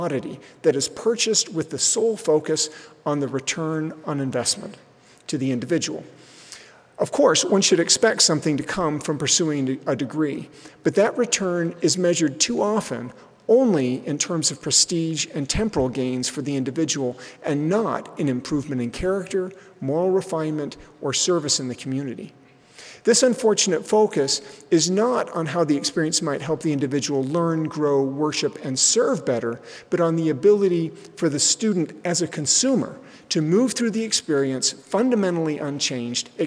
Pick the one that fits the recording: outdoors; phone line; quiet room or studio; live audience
live audience